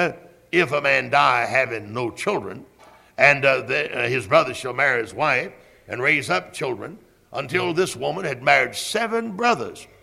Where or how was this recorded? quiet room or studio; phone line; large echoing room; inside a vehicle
large echoing room